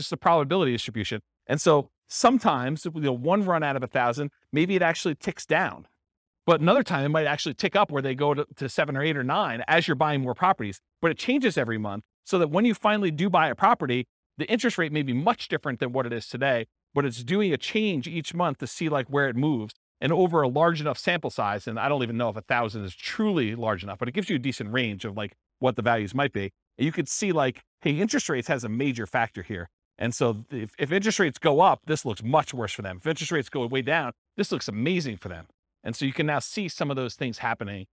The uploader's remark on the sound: This was a live class recorded